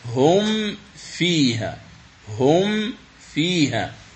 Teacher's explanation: أنك تنطق بالميم مظهرة ظاهرة ثم تنطق بعدها بالفاء · Term: الإظهار